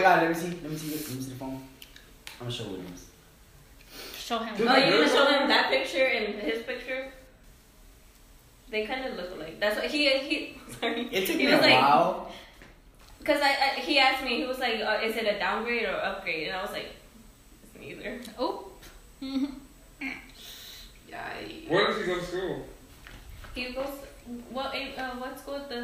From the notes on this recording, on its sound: terrible audio due to locations of where the podcast was recorded